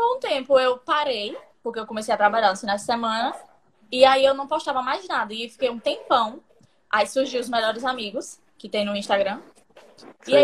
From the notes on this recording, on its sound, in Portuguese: Este episódio surgiu de uma Live no instagram